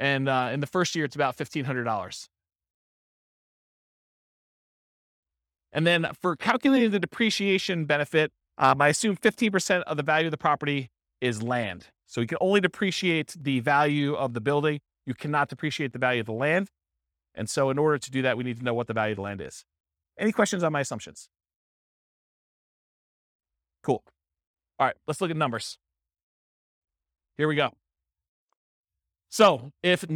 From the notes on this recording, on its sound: This was a live class recorded